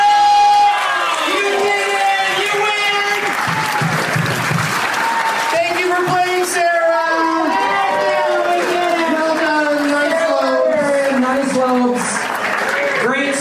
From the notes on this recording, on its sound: Audience members at the Improv in Irvine, CA.